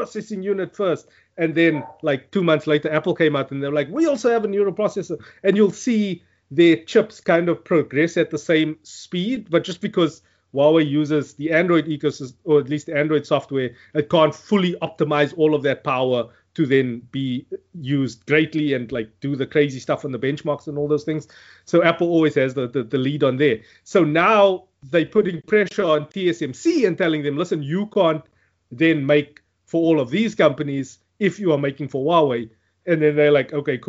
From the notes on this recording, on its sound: Recorded via Skype